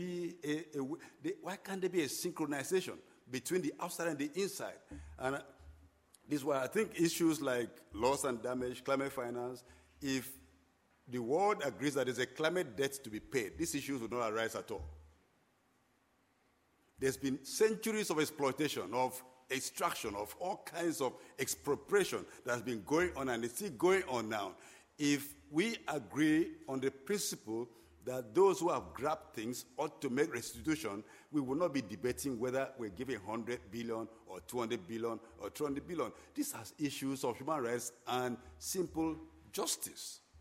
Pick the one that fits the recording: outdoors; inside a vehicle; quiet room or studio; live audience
live audience